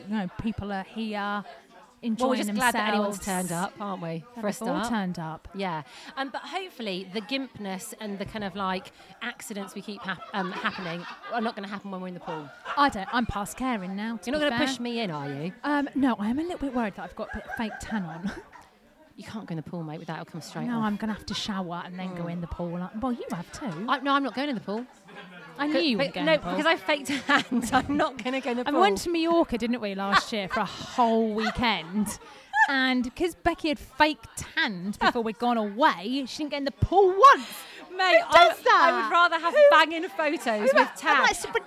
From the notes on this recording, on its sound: On this special show we are live from Ringwood Hall Hotel & Spa with a LIVE audience!!